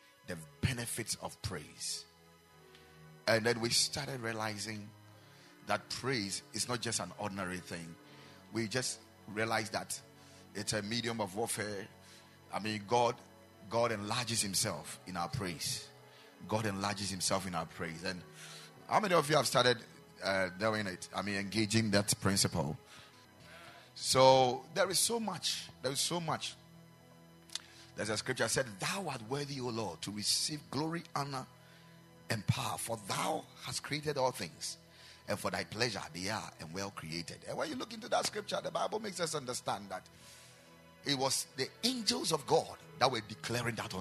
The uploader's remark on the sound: Preached at the Ekklesia Campus